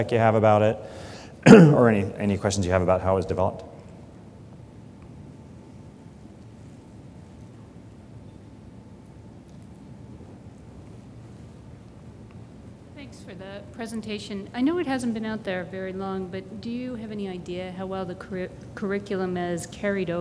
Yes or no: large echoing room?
yes